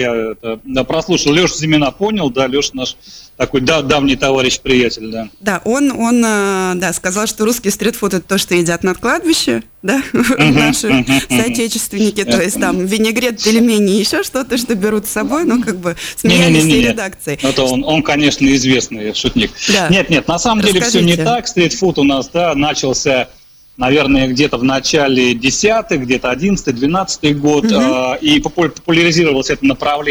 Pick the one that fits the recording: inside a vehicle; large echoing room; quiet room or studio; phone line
phone line